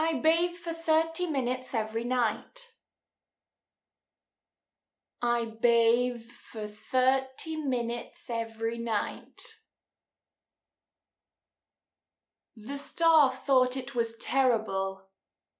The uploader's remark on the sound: The quality of the audio isn't the best here as I was using a different microphone, so please excuse the change in audio quality throughout the episode.